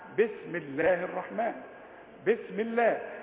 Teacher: بسم الله، الميم مكسوره رققنا اللامات